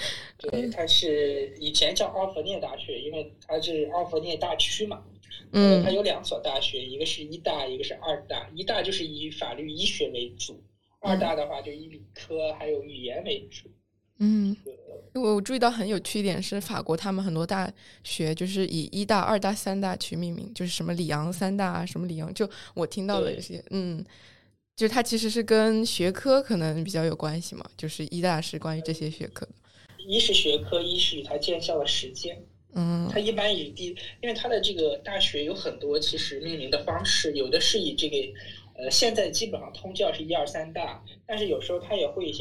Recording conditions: video call